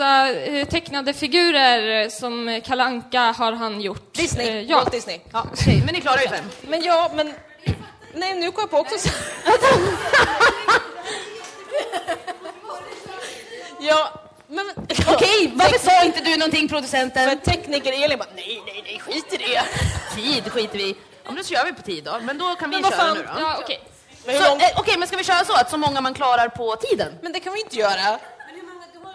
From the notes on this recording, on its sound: LIVEPOD från Stockholm Pride. Denna gång LIVE under Stockholm Pride.